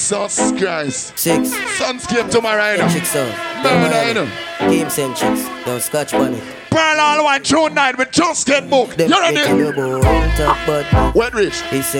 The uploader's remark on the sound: Pon Di Endz Miami 4/20/19 (LIVE AUDIO)